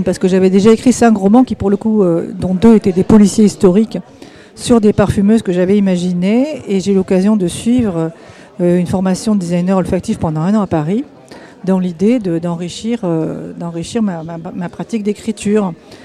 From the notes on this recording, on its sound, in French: en direct depuis le salon de Polar sur Loire à la Bibliothèque municipale de Tours